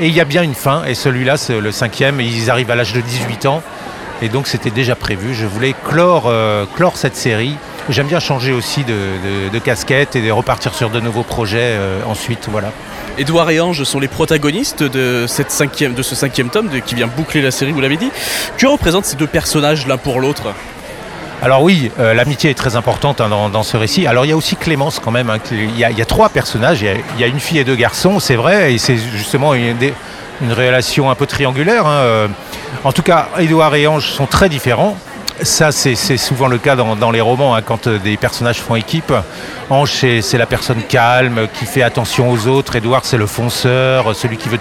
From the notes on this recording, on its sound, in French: Était sur les radios de la FRAMA en direct du salon du livre.